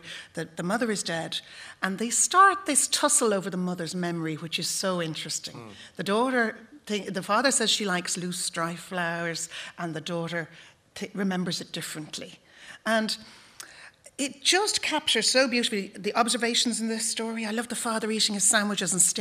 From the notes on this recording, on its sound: Live from the Pavilion Theatre in Dun Laoghaire